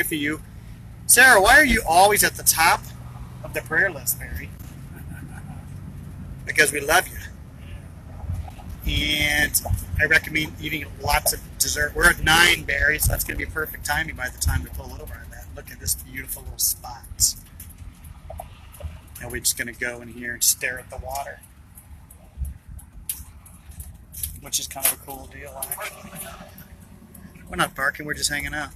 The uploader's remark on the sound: BROWN BAG IN THE VAN!